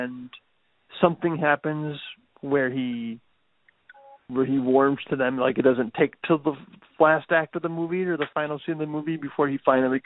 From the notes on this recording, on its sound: They couldn't wait to get to their respective studios, so eavesdrop on this phone call ( phone call!).